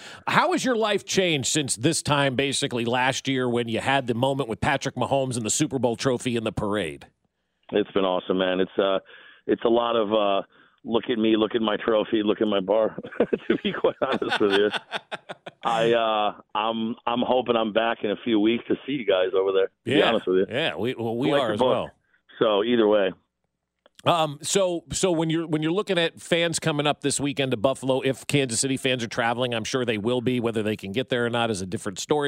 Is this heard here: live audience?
no